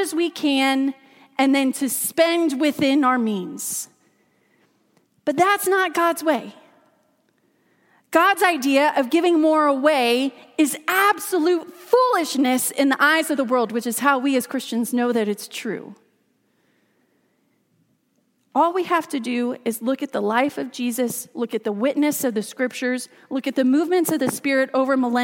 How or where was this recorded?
large echoing room